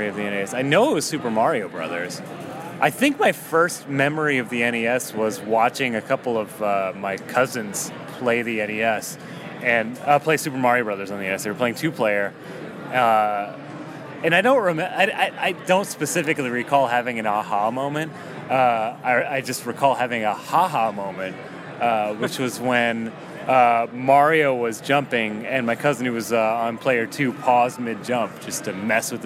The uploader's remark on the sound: Live at Portland Retro Gaming Expo